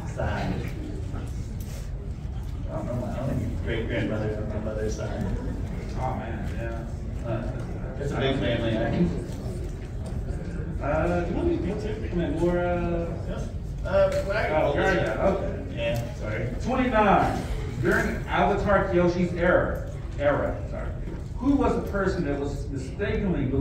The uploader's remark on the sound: Listen at your own risk, as the audio is pretty rough! Trivia panel at the end of Planet Comicon (KC, 2023, Day 2 Saturday). We're just going to post the raw footage for this one.